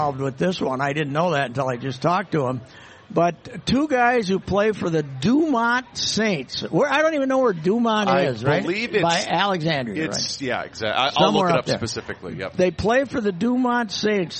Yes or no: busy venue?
yes